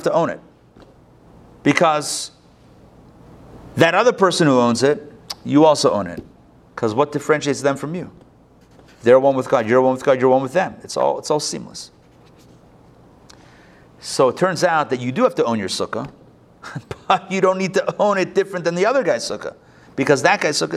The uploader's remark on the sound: Recorded live at the Intown Jewish Academy on September 19, 2021